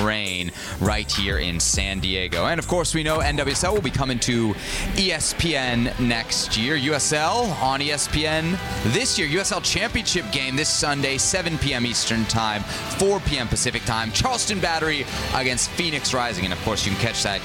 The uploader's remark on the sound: live from San Diego, California on NWSL Media Day